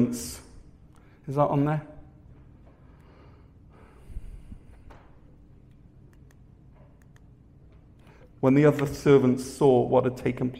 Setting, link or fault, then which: setting, large echoing room